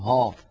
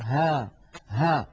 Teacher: والهاء حرف قابل للمط والتطويل فهو حرف رخو، والهاء حرف مرقق فلا تفخم العرب الهاء أبدا · Shown in: second take · لا نقول ها بل نقول ها ها بأي حركة تحركت الهاء.